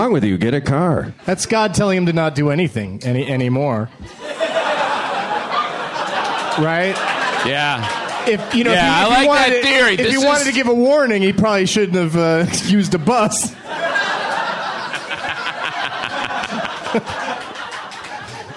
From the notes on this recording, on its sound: taped at the UCB Theatre in NYC